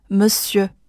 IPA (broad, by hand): məsjø